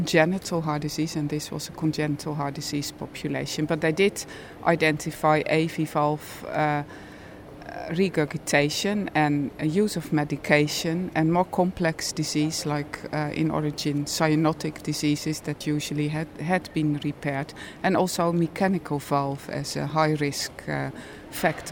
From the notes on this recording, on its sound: This podcast was recorded at the European Society of Cardiology Annual Scientific Sessions, Barcelona Spain, August 31, 2014.